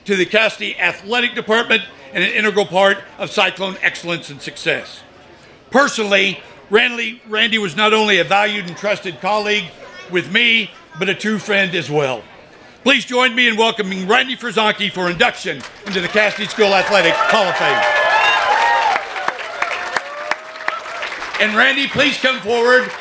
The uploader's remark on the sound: An audio recording of Casady School's 2022 Athletic Hall of Fame Induction, which took place on September 30, 2022.